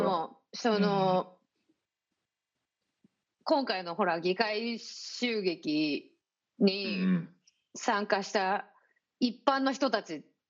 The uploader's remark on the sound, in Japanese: 本収録はビデオ会議サービス「Zoom」を使用し。一部聞き取りづらい箇所があります。